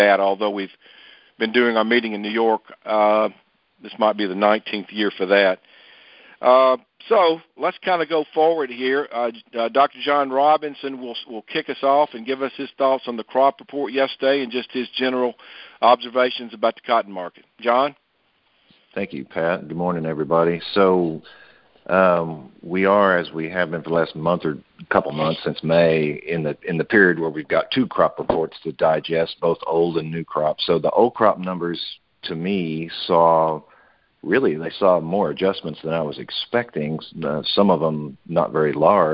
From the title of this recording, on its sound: Monthly Conference Call